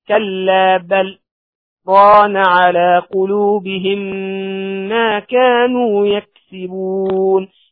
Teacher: فيسكت على لام بل سكتة يسيرة بدون أخذ النفس